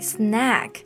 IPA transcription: snæk